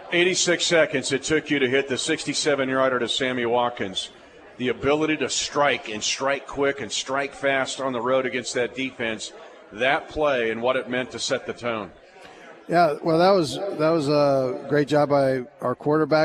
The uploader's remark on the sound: live at Hy Vee in Lee's Summit